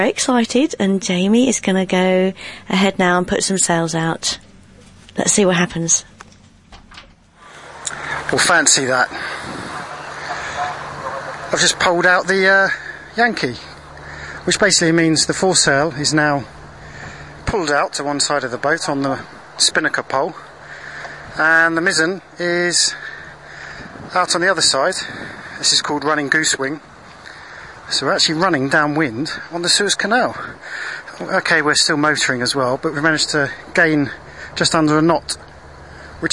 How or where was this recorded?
inside a vehicle